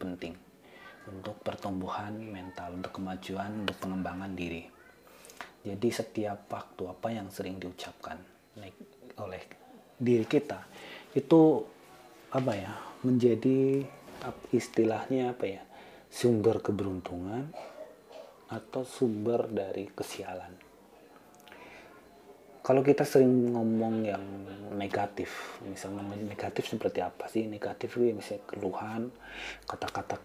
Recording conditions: background noise